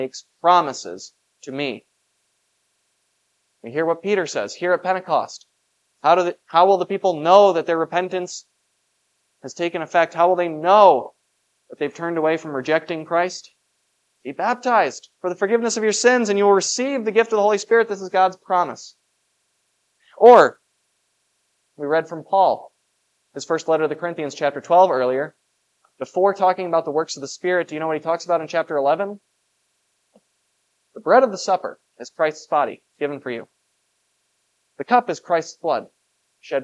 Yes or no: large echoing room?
yes